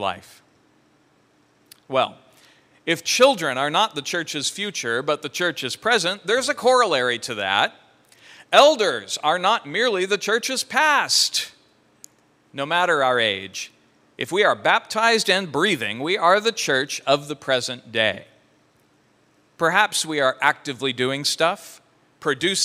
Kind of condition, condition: setting, large echoing room